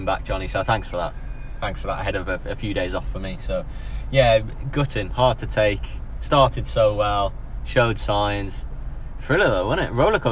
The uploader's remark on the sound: The boys have taken the second episode of the series on the road - recording en route to the second friendly of the week at Salford City.